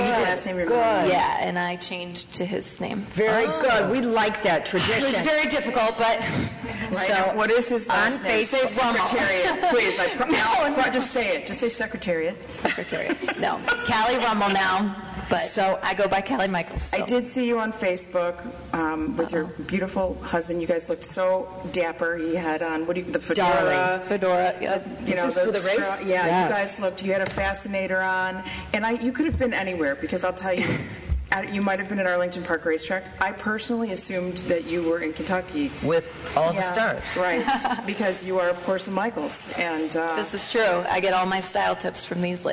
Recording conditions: busy venue